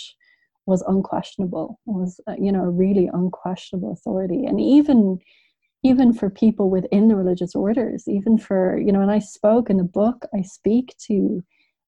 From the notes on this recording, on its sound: Recording on Zoom, so sorry for loss of audio quality.